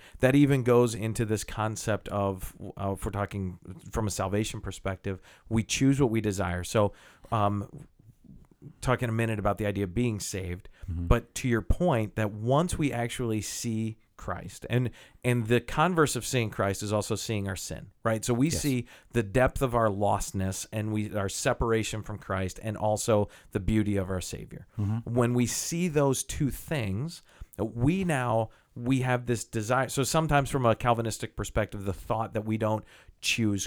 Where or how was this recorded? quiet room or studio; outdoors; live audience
quiet room or studio